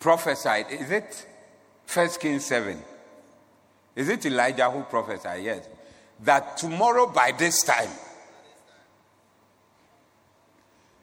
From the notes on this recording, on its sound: Preached at the Doxa Service.